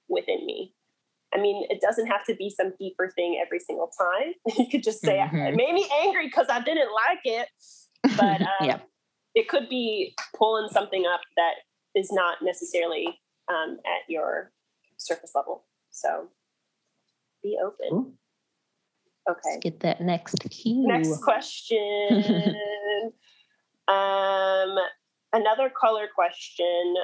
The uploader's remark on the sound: we were asked to come in (Zoom-style)